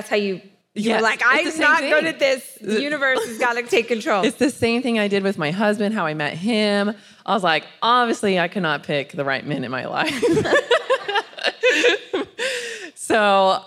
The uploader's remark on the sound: This is the 'How She Built This' panel from Rise Conference, 2021.